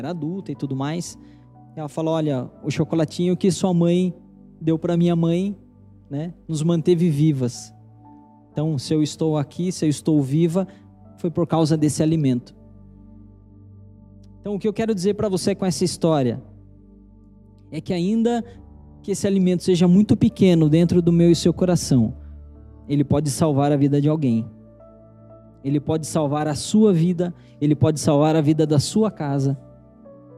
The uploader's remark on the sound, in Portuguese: Pregação transmitida ao vivo